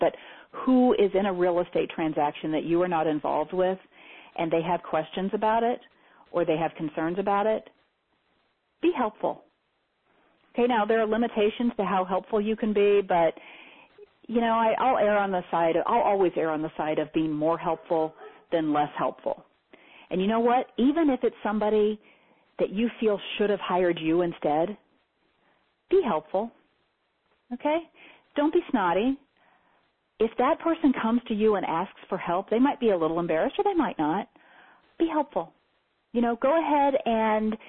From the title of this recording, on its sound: Teleseminar Recording